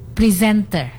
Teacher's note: Jadi penekanannya ada pada di second syllable-nya